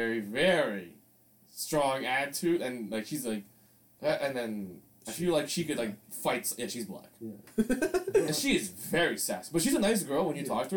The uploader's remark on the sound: Old unreleased episode with old sound.